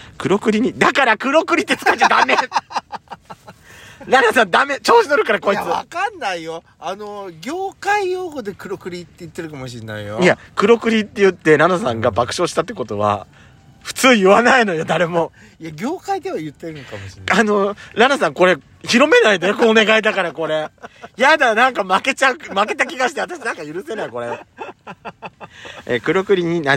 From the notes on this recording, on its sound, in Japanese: パーキング収録